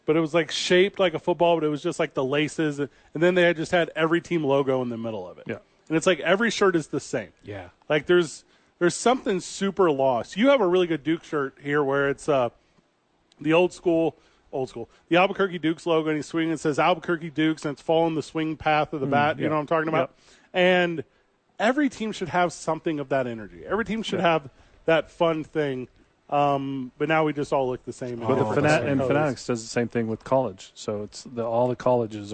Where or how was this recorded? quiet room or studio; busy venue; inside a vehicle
busy venue